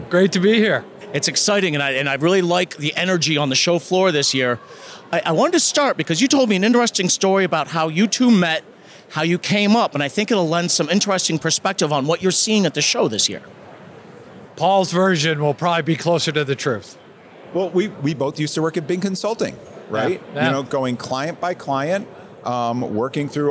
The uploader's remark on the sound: Live from the floor of the 2023 HR Technology Conference